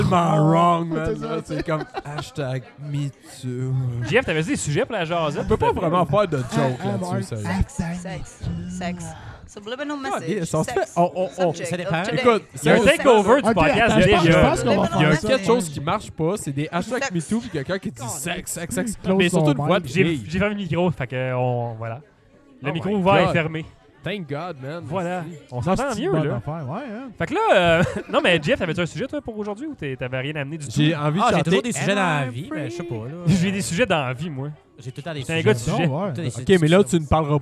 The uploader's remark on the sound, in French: Cette semaine on tente l'impossible : enregistrer un podcast pendant un party. On a un micro ouvert pour les membres du party qui veulent nous jaser!